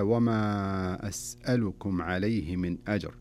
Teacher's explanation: ثم تأتي أسألكم، هذه همزة قطع، فيكون المد بمقدار 4 حركات لمن يقرأ على طريقة الشاطبية أو طريقة المد المنفصل كما هو في برنامجنا هذا، فتمد بمقدار 4 حركات.